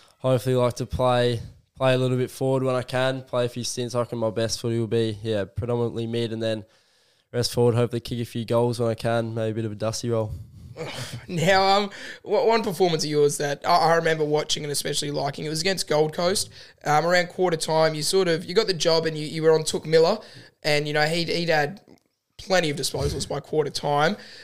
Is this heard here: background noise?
no